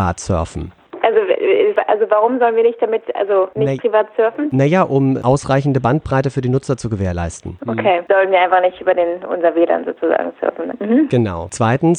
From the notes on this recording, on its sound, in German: Telefonstreich. Nun greift er auch für pilot zum Telefonhörer.